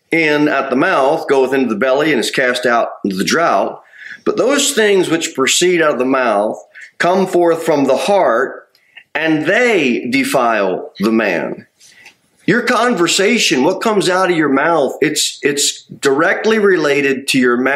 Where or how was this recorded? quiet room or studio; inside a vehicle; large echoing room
large echoing room